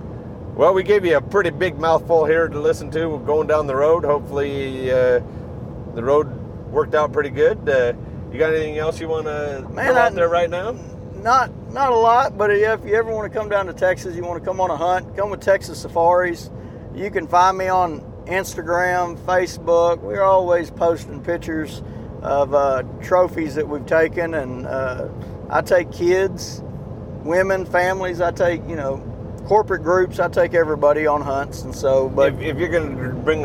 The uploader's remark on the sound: As we cruise down the road. We are headed to the processors with our Axis deer so we took advantage of some road time to record.